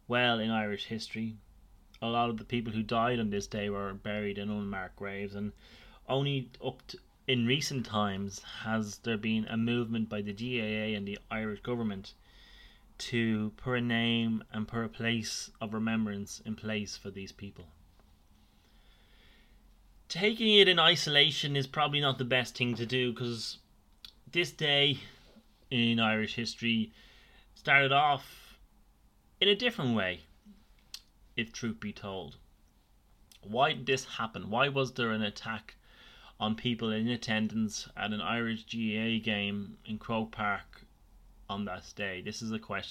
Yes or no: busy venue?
no